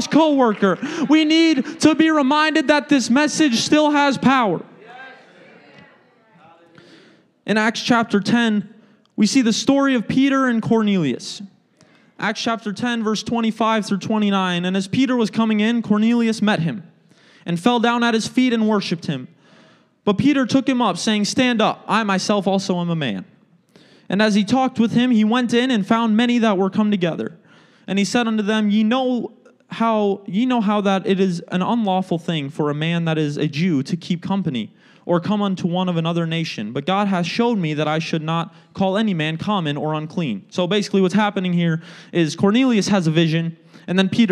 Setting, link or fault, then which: setting, large echoing room